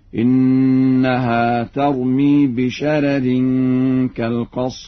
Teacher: يقرأ ورش بترقيق الراء الأولى هكذا: إنها ترمي بشرر كالقصر.